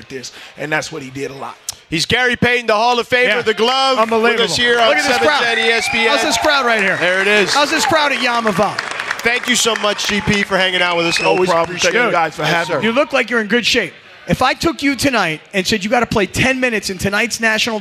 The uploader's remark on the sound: LIVE from Yaamava Resort and Casino